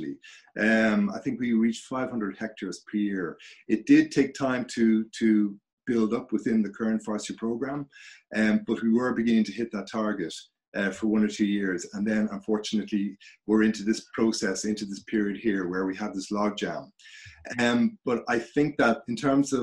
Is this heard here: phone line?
no